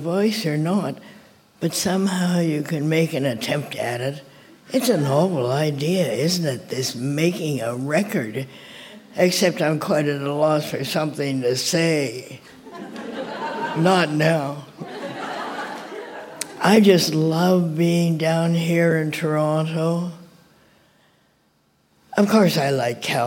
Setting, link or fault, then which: setting, live audience